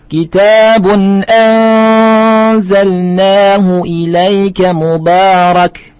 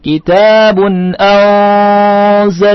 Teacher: Kita ingat mengucapkan gunah mengikuti kalimat atau mengikuti huruf setelahnya. Setelah nun adalah huruf zai, maka dibaca tarkik karena zai termasuk huruf istifal. · Shown in: first take · Kita baca kitabun anzalnahu ilaika mubarak.